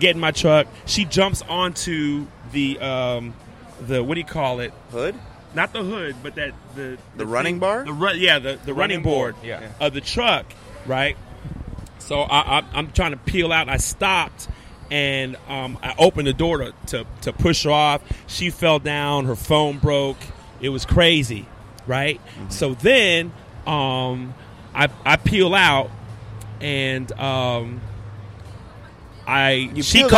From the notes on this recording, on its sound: On location at WareHouse Live, Houston Texas on November 4th, 2014.